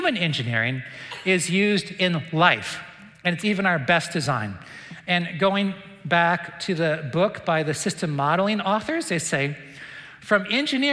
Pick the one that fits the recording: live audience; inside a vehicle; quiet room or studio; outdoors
live audience